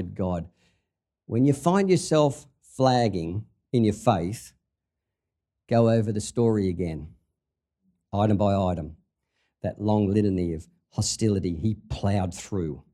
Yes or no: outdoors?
no